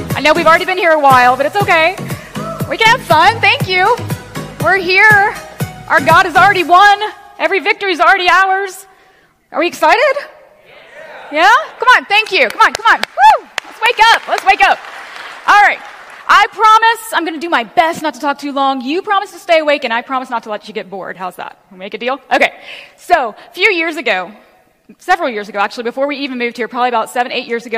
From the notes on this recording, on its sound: Recording of the message I was privileged to bring at Rock Harbor Church FL. I hope you will enjoy this recording of the message I was privileged to bring at Rock Harbor Church FL.